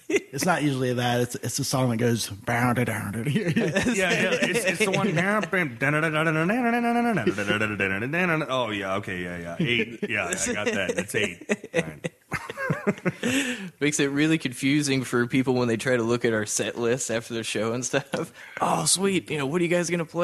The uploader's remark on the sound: I recorded this podcast on location at Ladyfest Dayton 2015. At the Old Yellow Cab building on 700 E 4th St, Dayton, Ohio 45402.